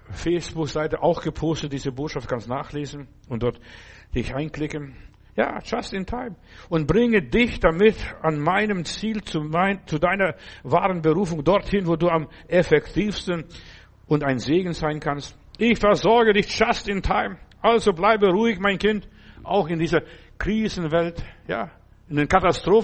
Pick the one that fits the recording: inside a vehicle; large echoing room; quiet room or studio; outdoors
large echoing room